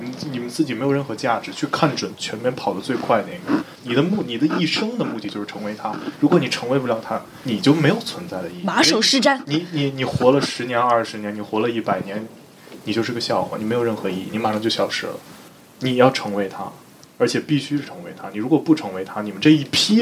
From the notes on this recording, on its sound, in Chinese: 收音效果没有想象的好，比如呼吸声和耳麦触碰